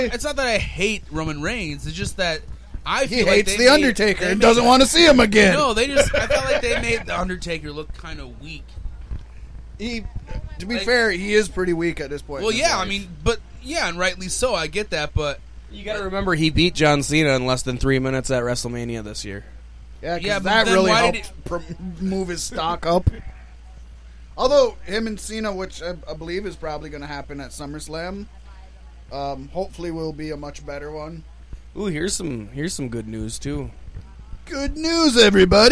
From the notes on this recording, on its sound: This week we are LIVE from the Galactic Get Down in beautiful Houston, MN.